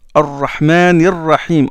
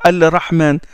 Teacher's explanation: On ne dit pas Al-Rahman. Donc le lam entre dans le ra et le ra est affecté d'une shadda puisqu'on appuie. · Shown in: first take